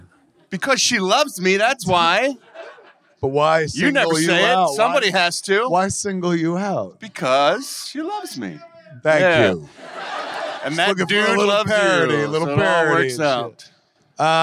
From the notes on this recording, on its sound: Recorded LIVE at Levity Live in Oxnard, CA